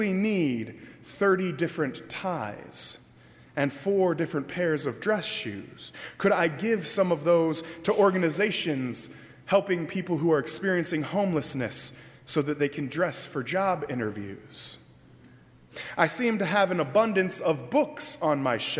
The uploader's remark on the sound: during the 10:30 AM service on Sunday November 25, 2018 at First Presbyterian Church of Arlington Heights, Illinois